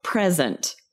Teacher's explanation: A gift, a present, we're emphasizing that first syllable. · Now, verbs. Second syllable is stressed.